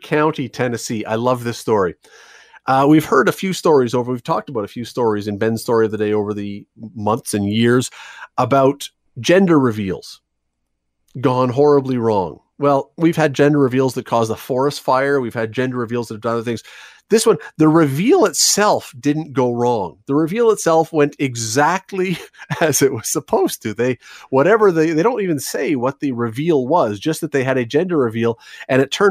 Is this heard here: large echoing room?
no